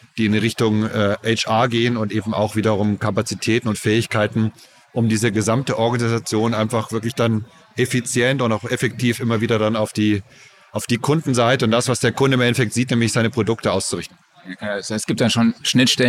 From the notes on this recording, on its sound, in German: Wir haben auf der NAMM Show spannende Einblicke in die internationale Musikwelt gewonnen und nehmen euch mit in das Getümmel. Im Convention Center von Anaheim führten wir Gespräche mit bekannten Herstellern wie Waves, Elysia und SoundRadix über ihre neuesten Produkte. Die lebhafte Atmosphäre der Messe.